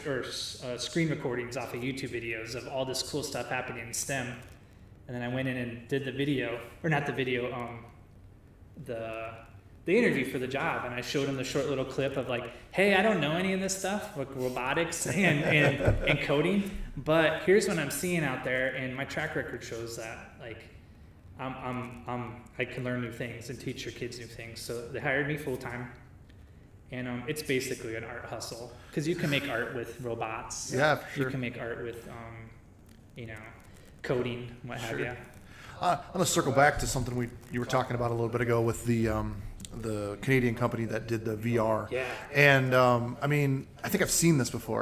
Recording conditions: echo